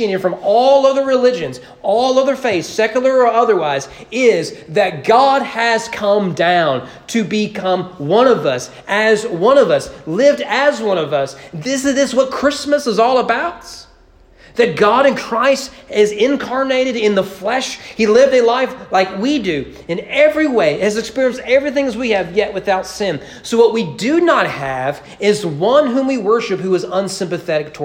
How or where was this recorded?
large echoing room